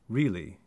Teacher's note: the R that sometimes sounds like a D because it is tapped further back in the mouth, behind the alveolar ridge. It's also called the retroflex tap, meaning that it's not as bright as the tap you might make in a Spanish or Italian accent.